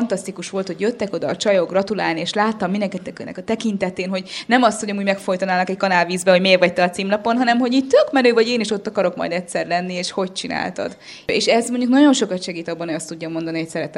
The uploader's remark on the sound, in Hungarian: A Húsvét előtti élő interaktív podcast felvétel eseményén.